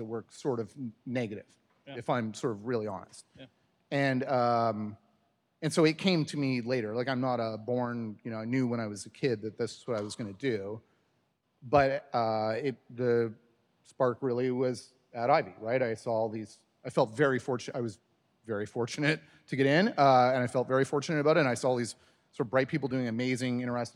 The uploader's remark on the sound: recorded at the Desjardins Entrepreneurship Speaker Series